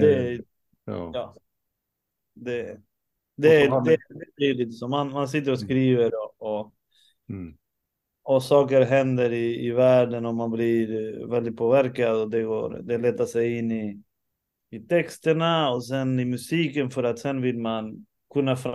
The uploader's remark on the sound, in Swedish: samtalar på Zoom